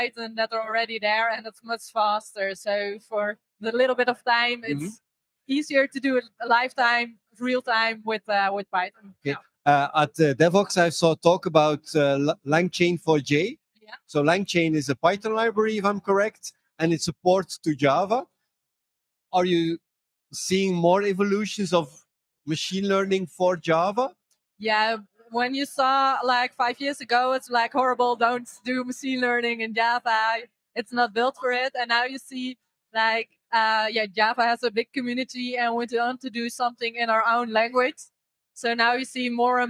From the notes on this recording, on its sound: we had several interviews with the speakers and guests at the J-Fall conference in the Netherlands